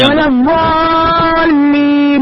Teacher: الأمر الأول الضاد، حاول تخلي الضاد ليست مخرج الضاء، يعني الضاد أخت الصاد مختلفة تماما عن الضاء أخت الطاء، لأن الضاء تخرج من طرف اللسان، أما الضاد تخرج من حافة اللسان منحرفة أكثر جهة أيسر الفم أو أيمنه من الضاء. والضالين فيها مد طويل 6 حركات.